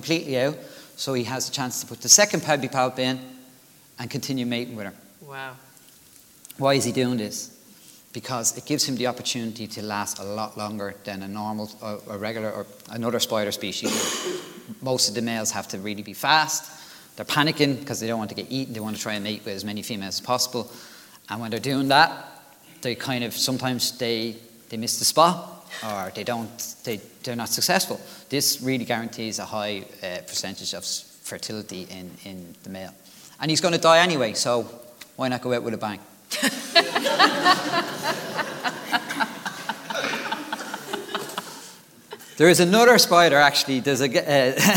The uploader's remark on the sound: This is a live recording in front of an audience in The Crawford Art Gallery in Cork.